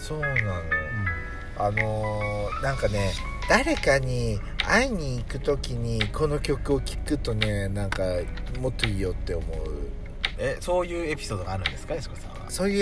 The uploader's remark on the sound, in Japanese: パーキング収録